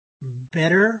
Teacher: that T in the middle sounds almost like an R, sometimes closer to a D. So I would say better, or I could even say better with a D sound.